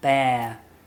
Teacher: we don't pronounce the R